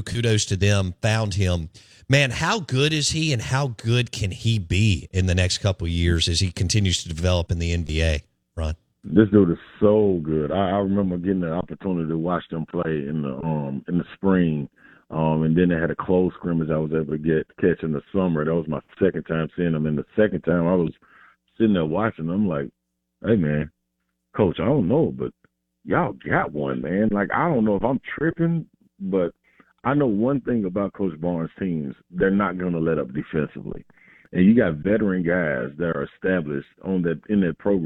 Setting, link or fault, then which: link, phone line